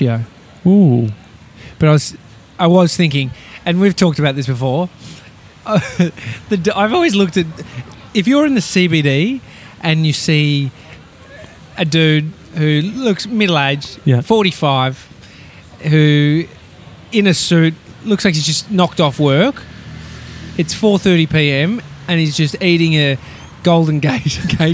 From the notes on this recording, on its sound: live from outside Piccolina Gelateria on Smith Street in Collingwood.